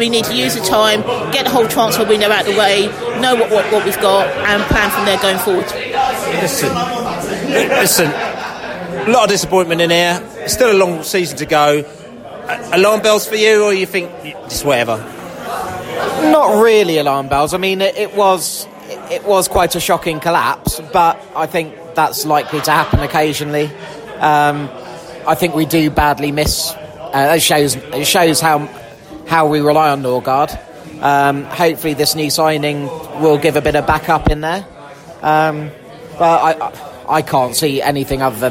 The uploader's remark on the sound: post-match podcast from the pub